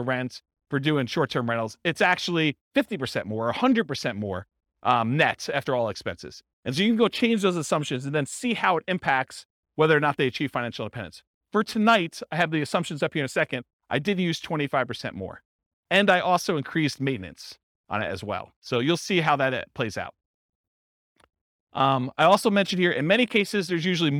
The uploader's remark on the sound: This was a live class recorded